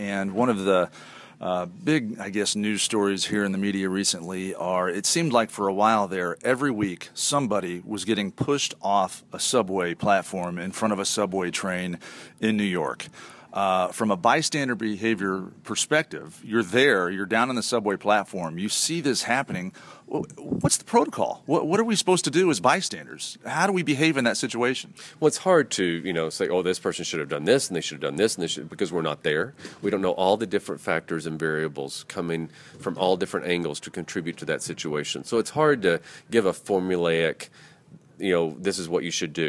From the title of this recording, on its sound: Live at The Ohio State University